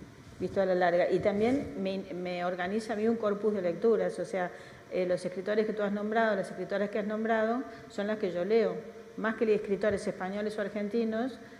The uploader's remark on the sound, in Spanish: La tercer jornada de Centroamérica Cuenta en Madrid